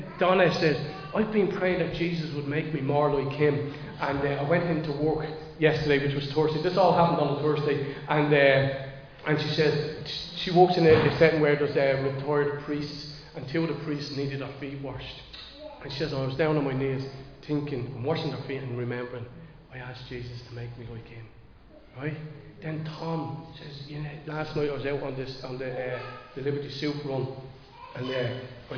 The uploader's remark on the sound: Recorded live in Liberty Church.